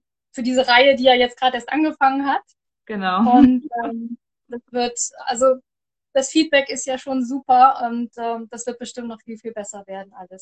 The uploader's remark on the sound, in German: Jetzt startet eine neue Reihe von Interviews, es sind alles Mutmacher Geschichten, die ich auf live auf Instagram geführt habe.